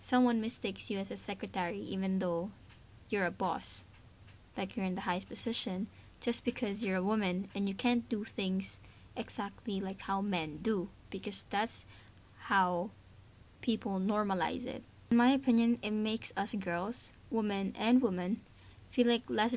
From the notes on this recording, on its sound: I'm sorry if my voice is not that good and the background noise is heard because I still dont have a good set up.